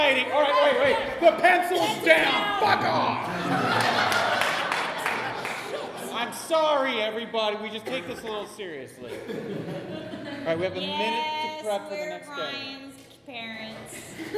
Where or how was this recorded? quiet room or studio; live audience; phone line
live audience